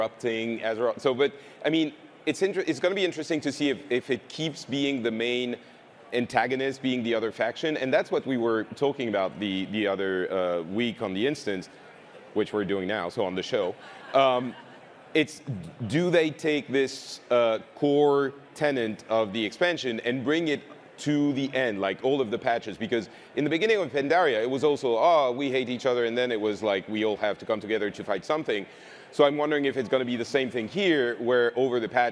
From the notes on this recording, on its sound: Our live panel from the Blizzcon Epic Stage!